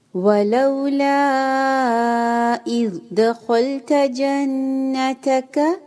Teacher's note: جن غنہ ہوگا to second کا ہولڈ